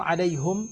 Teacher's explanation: أن نقرأ هذه الألفاظ الثلاثة: عليهم إليهم لديهم، عند الإمام حمزة من كلا الروايتين عنه من خلف وخلاد، بضم الهاء في حالة الوقف والوصل